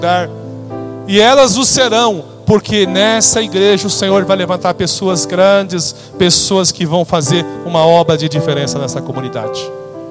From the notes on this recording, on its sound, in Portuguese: Na Celebração da Família da noite do dia 12 de Janeiro.